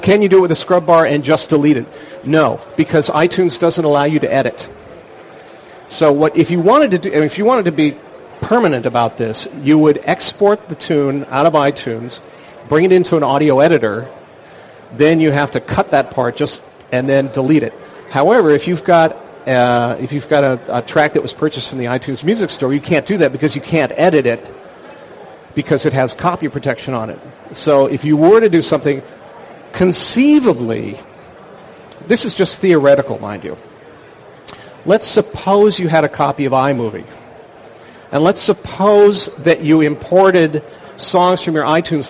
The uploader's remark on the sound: Mac 911 at Macworld Expo 2006. Session at the Macworld Expo Live booth.